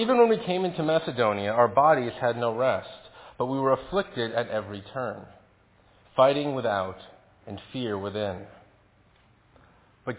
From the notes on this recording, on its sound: Faith Presbyterian Church – Evening Service